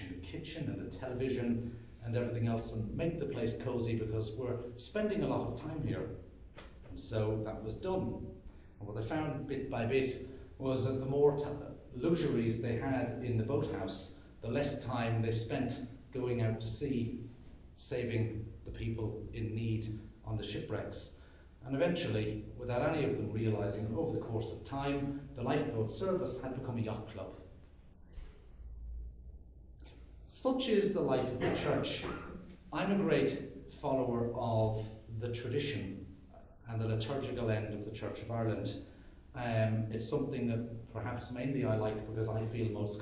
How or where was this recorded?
large echoing room